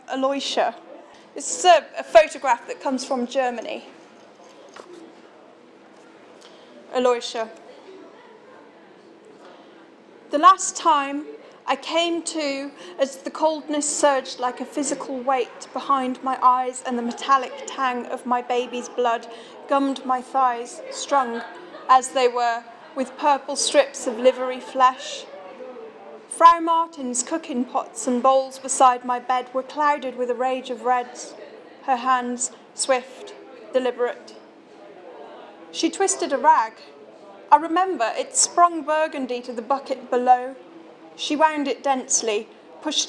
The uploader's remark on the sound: This recording was made on December 19th 2013 at the Shrewsbury Coffeehouse during the launch of issue 1 of Bare Fiction magazine.